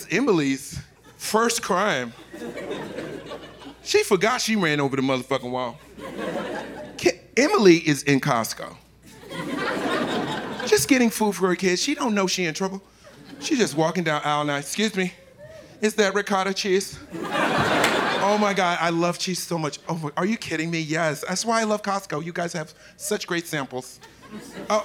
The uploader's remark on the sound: Live from Tribeca.